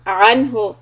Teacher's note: this noon is followed by letter ha, is idhar.